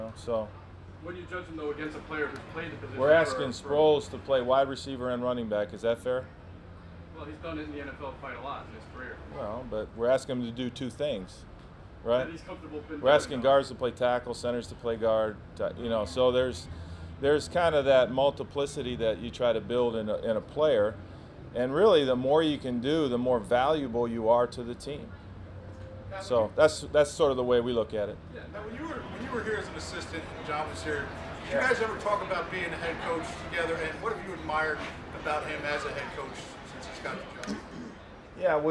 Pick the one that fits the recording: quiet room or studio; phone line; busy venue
busy venue